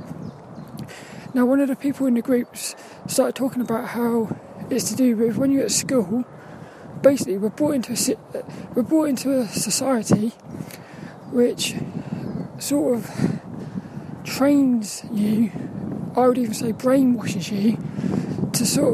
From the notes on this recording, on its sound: A Walk and Talk around Saltrum, the local woods. It was so cold and windy today.